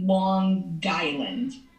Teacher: everyone puts the G on island. So it's actually Long Island.